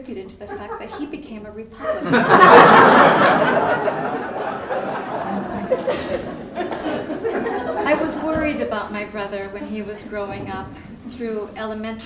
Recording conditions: live audience